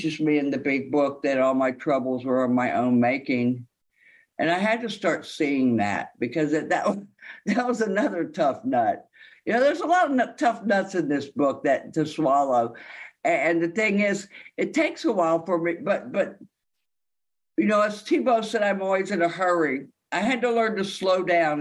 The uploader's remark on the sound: This speak is from the Sunday Sheffield As Bill Sees it zoom meeting. In the UK.